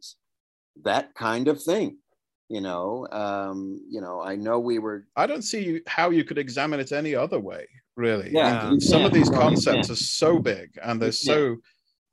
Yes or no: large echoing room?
no